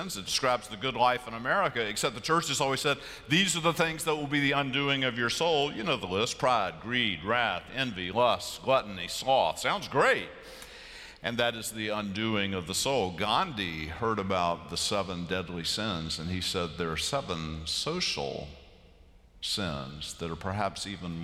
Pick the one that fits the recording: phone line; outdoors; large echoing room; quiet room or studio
large echoing room